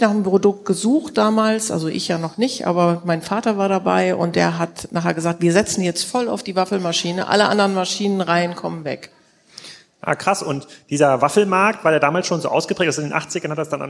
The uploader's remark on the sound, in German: Die Folge wurde live aufgenommen im Rahmen des Waterkanfestivals in Kiel.